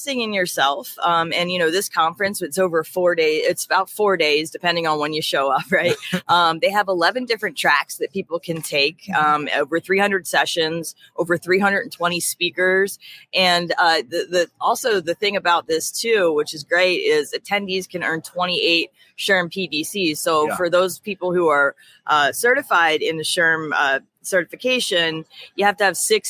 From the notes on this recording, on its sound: Live from SHRM 2023, it's The People Purpose Podcast. Recorded our episode from inside the expo hall at the SHRM annual conference in Las Vegas.